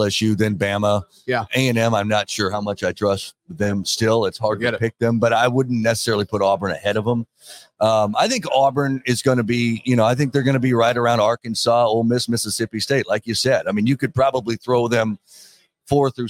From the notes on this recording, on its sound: joins the podcast live from SEC Media Days